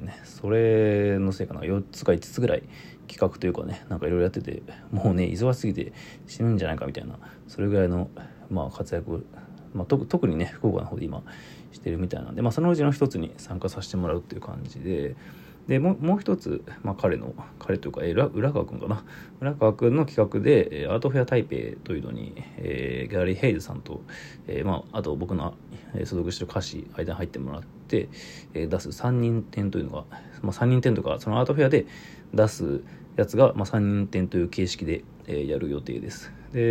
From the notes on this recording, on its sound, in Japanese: Radiotalk。ボイスメモです。